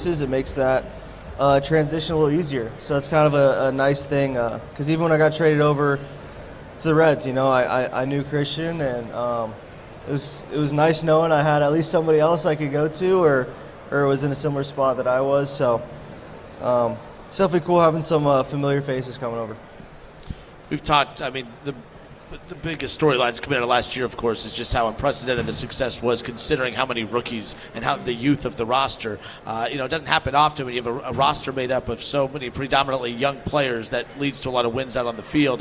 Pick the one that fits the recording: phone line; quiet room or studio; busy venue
busy venue